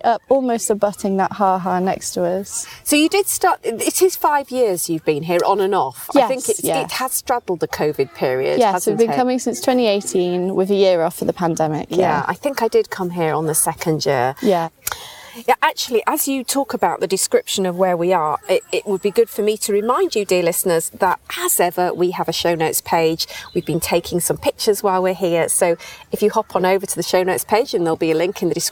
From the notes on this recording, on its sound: on-location podcast at Sudeley Castle and the site of Collyweston Palace